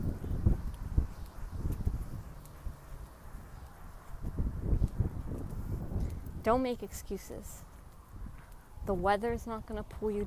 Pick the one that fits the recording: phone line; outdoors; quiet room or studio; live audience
outdoors